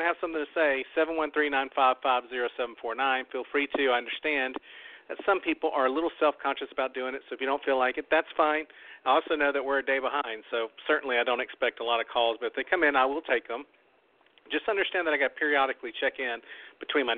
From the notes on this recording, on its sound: We talk about ALL the events of the FINALE plus open the phone lines.